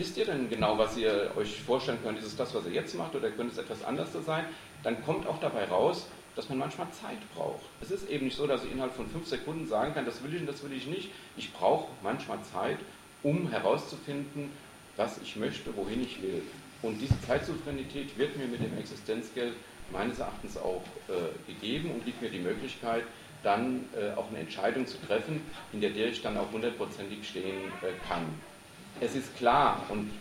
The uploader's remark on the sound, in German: Livemitschnitt einer Lesung /Buchvorstellung im JosFritz Café Freiburg am 12.